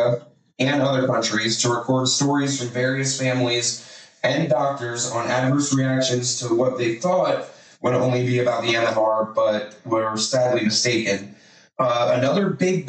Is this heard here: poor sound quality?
yes